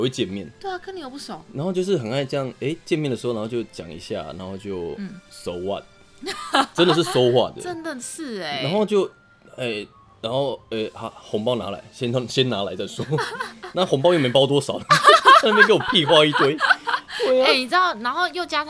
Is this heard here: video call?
no